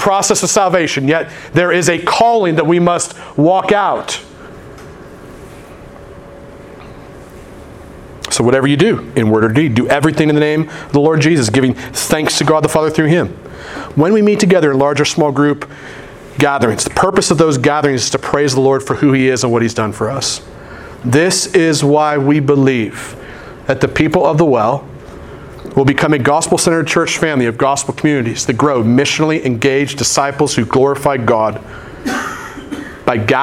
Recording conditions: large echoing room